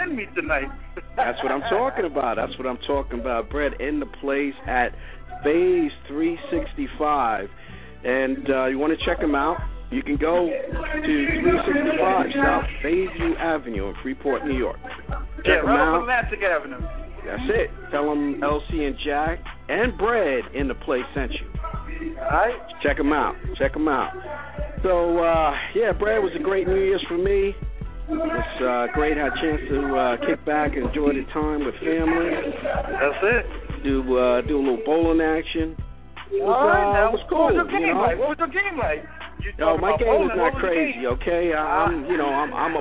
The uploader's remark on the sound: calling in Live from Phase 365